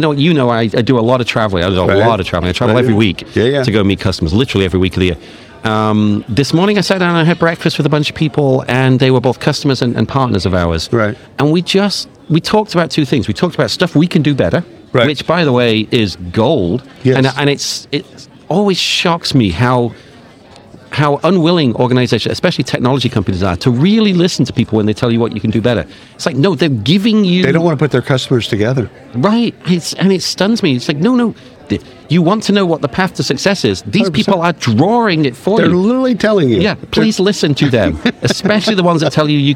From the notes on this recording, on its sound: travels to the isolved Connect User Conference in Palm Springs